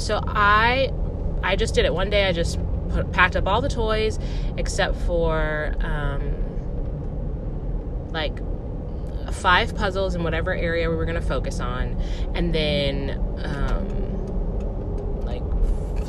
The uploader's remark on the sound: the vibrations in my voice from recording while driving